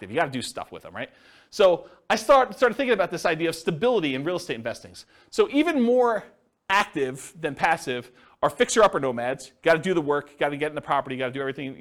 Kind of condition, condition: setting, live audience